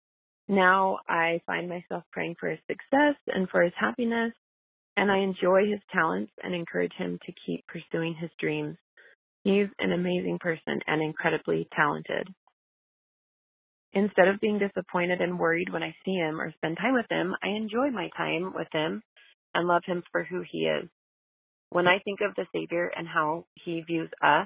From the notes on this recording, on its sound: I am so grateful for each of these people who called in to share their thoughts and perspectives on a topic that isn’t always easy to talk about.